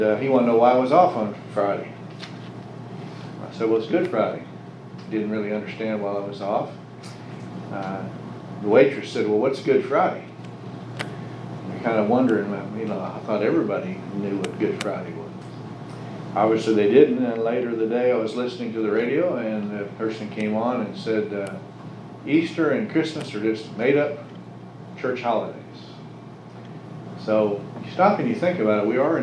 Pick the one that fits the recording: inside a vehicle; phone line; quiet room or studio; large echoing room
large echoing room